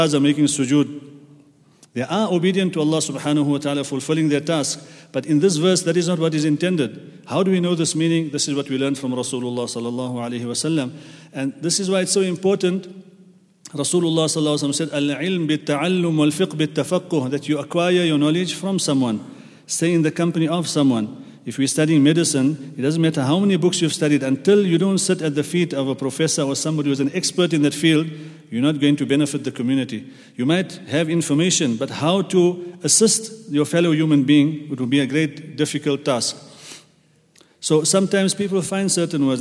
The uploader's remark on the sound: at the Houghton Masjid (West Street)